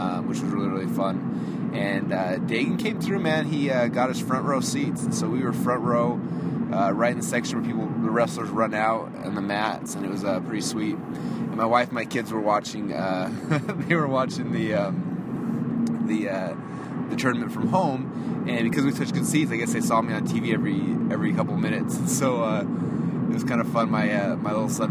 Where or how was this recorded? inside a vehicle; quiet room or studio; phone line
inside a vehicle